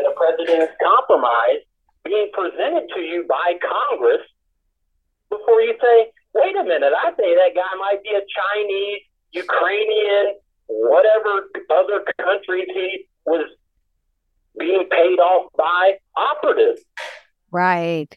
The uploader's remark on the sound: able to phone in from his prison cell